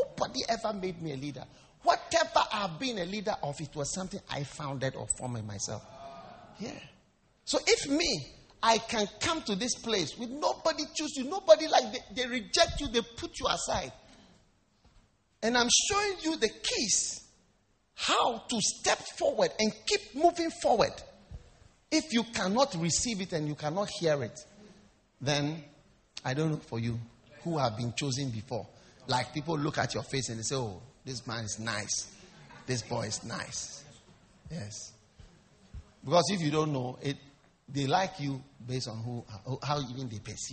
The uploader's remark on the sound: Preached at the First Love Church, Valley View University